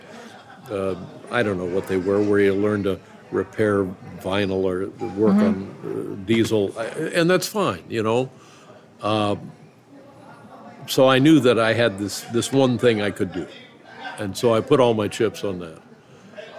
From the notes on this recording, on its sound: This conversation was recorded at Canter's (a famous 24-hour Deli in Los Angeles) right before the world shut down.